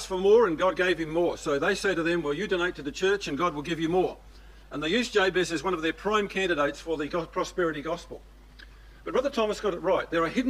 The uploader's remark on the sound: These 5 studies recorded at the Boronia ecclesia